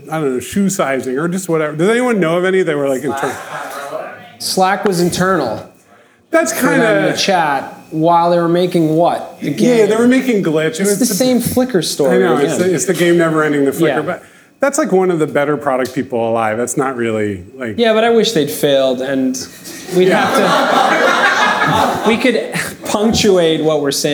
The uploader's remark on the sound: record a live podcast episode at our Ship It!